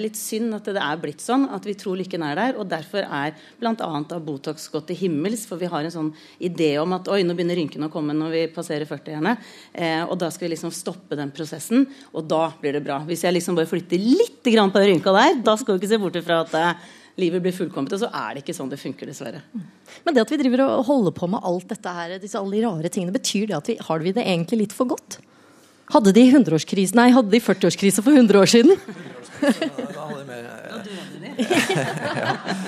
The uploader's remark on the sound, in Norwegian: 40-års jubileumssending fra Parkteatret i Oslo. En livesending med publikum fra Parkteatret i Oslo.